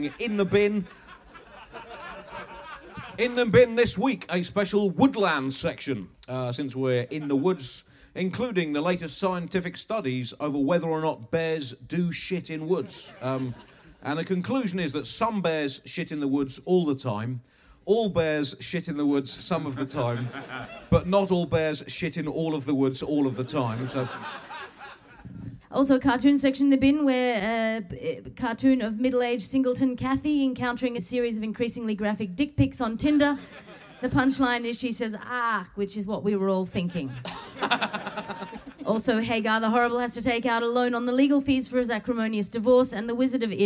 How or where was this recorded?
live audience